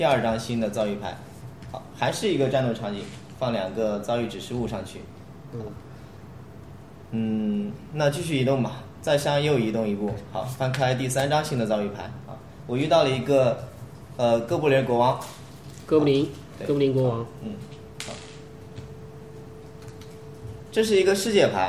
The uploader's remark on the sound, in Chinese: 在Joypie的实体店体验了一把《命运之手：严酷的试炼》，并把当时游戏的现场以音频形式带给大家！